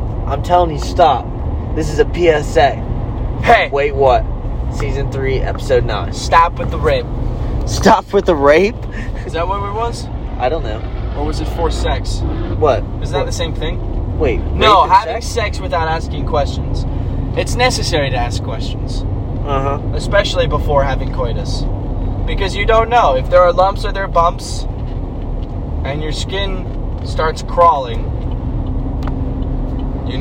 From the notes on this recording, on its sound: Oh no we be driving in this one while talking about funny things too?